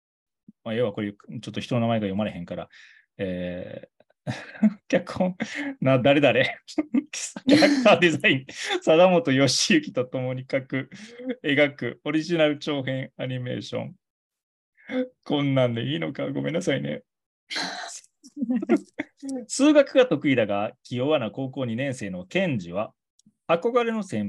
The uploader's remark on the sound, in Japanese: リモートのため音声に若干の乱れがあります。